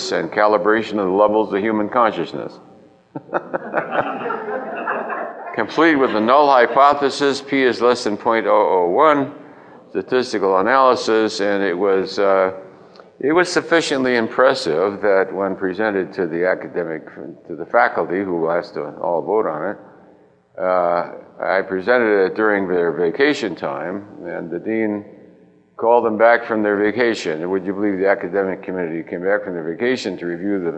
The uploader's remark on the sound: answers a variety of questions from the audience